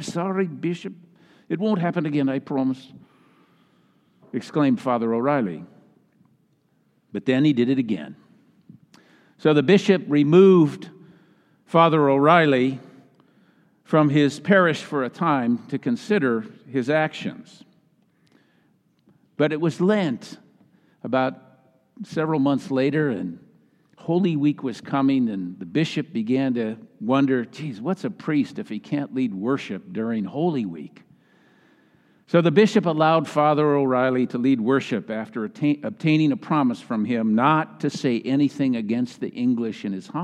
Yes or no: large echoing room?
yes